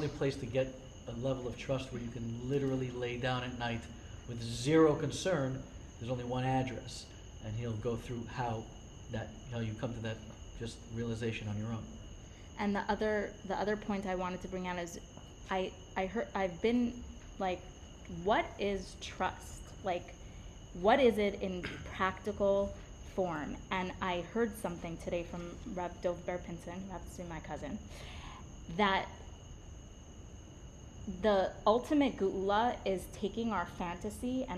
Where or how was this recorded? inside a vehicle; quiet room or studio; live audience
live audience